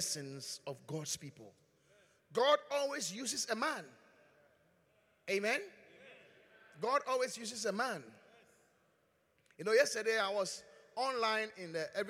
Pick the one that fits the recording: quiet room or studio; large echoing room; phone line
large echoing room